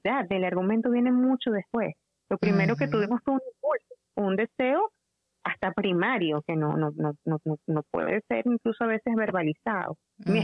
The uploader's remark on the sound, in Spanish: En conversación telefónica desde Katy, Texas, Estados Unidos a Venezuela